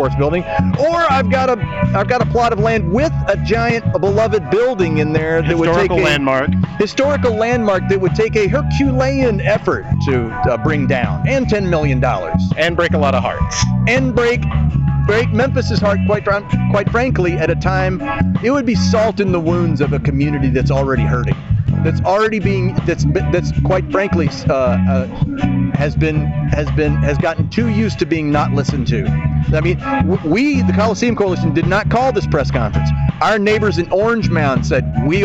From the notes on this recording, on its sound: on location at The WrestleCenter